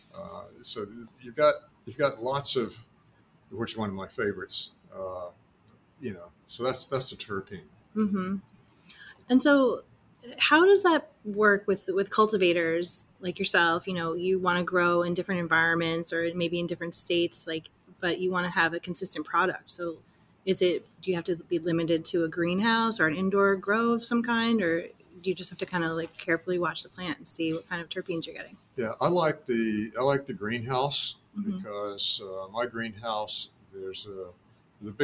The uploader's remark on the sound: Special Edition LIVE from CSC West